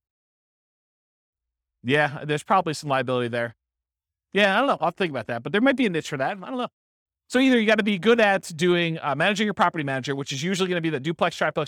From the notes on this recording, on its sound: This was a live class recorded